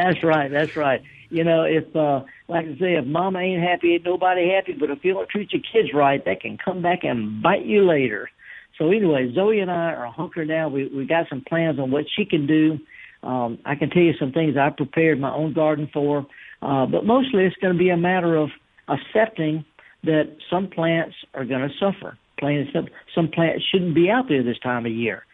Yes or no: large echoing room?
no